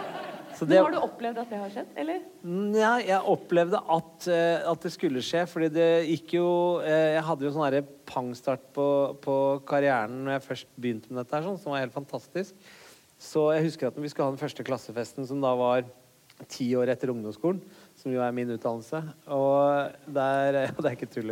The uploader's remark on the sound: Live fra Vinterlysfestivalen i Mo i Rana.